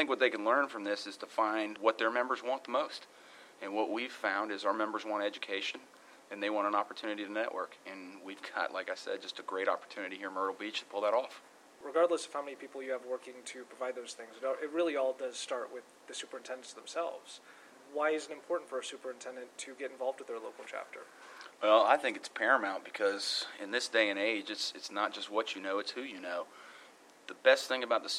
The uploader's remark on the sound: Live from the show floor. The Carolinas trade show and convention.